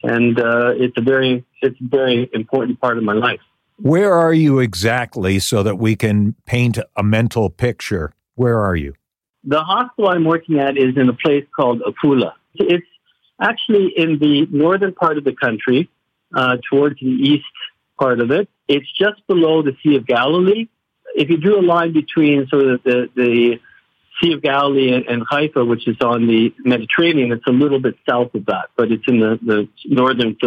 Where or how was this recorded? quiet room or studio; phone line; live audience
phone line